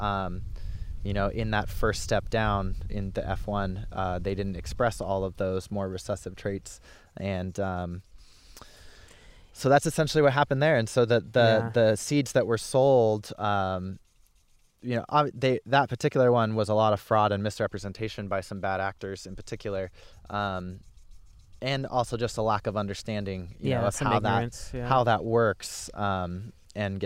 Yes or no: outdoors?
yes